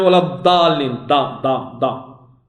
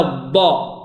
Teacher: الضاد العربية لا بد من التصاق الحافتين بالأضرس، بما يلي الأضرس · Shown in: second take · ولا الضاء، الضاء فرق كبير بين الصوت الأول والثاني.